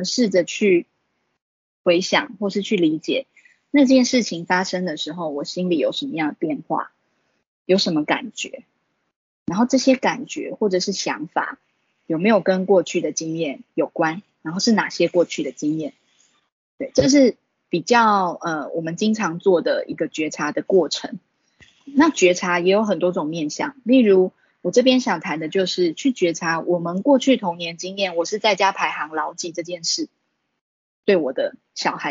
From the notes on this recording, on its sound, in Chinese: 此為線上課程錄音檔